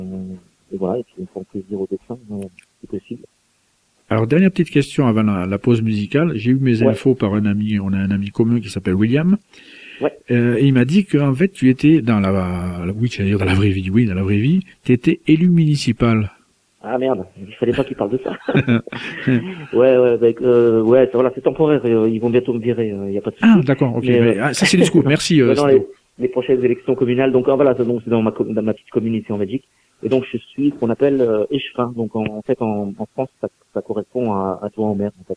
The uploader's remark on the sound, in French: reçoit par téléphone